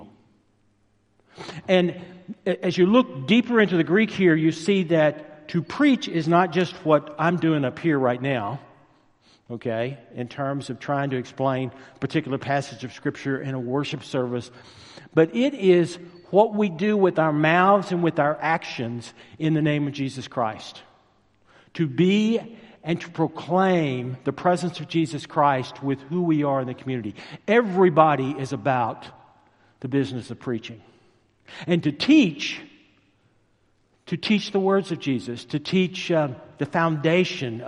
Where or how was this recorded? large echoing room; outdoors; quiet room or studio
large echoing room